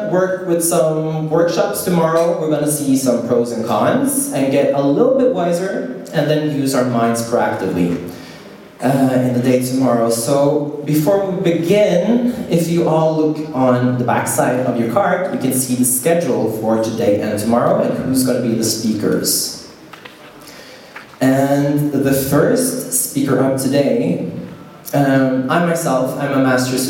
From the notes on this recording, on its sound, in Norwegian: Dette opptaket ble gjort under Cannabis Sessions at Nordic Reform Conference 2017.